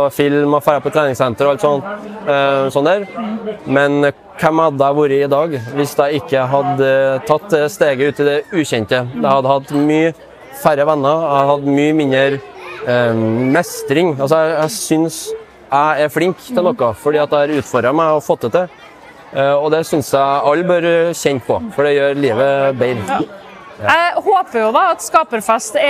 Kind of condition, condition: setting, busy venue